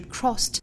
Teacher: 这个 cross 后面加的 ed 呢应该是读一个 t 的清辅音。我们也讲到清清浊浊的规律哈，因为 cross 本身这个 s 的发音就是清辅音，它加的音也应该是清辅音，所以是 crossed。那这样一来我们就知道跟后面 in 连读应该是用 the 连读还是用 t 连读了，应该是 tin love, a girl likes